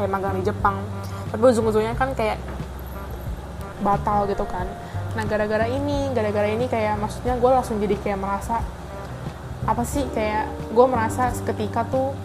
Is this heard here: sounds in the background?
yes